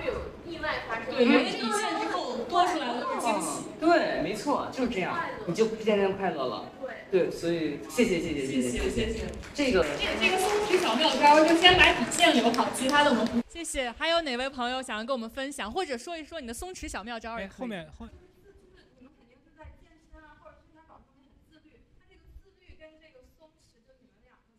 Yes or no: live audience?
yes